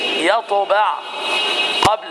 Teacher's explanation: القلقلة إذا كانت في أثناء الكلمة مثل يطبع قبل فهي قلقلة صغرى